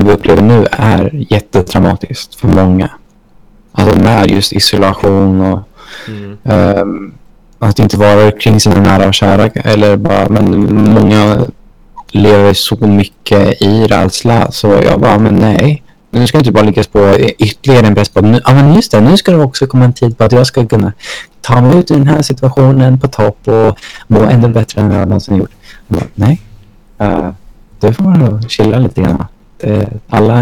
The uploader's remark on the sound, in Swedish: Detta blev ena avsnittet som blev för dålig ljud kvalite för att släppa som vanligt avsnitt